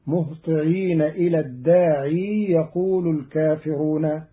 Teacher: قرأ قالون كلمة الداعي بإثبات ياء زائدة وصلا في قوله تعالى الداعي فتصير مهطعين إلى الداعي يقول الكافرون على الأصل.